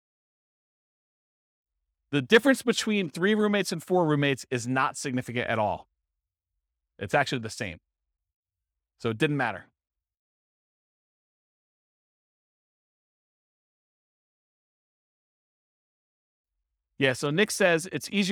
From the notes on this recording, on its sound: This was a live class recorded